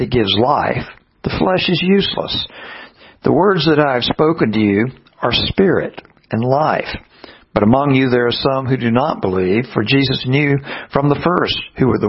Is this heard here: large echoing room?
yes